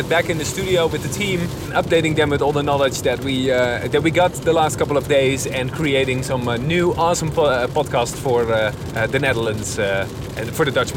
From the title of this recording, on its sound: Live from Podcast Movement in Las Vegas